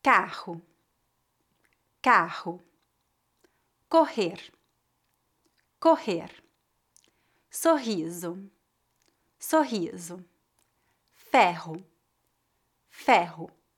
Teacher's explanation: R forte na garganta, ou seja, a pronúncia é a mesma do R em começo de palavras.